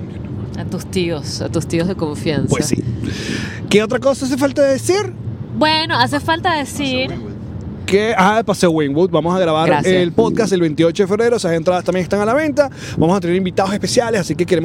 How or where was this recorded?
inside a vehicle